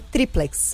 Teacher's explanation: Triplex é uma paroxítona terminada em X, por isso acentuada no tri.